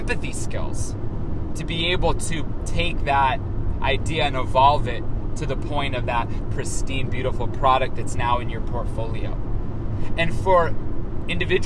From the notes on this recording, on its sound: Recorded in transit to keynote the 32nd annual ACTEM conference in Augusta, Maine.